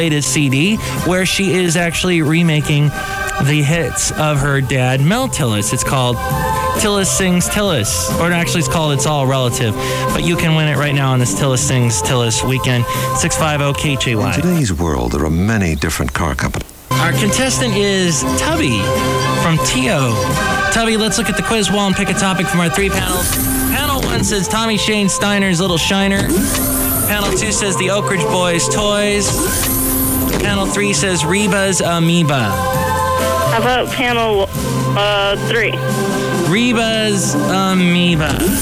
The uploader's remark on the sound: podcasts live from Café Anyway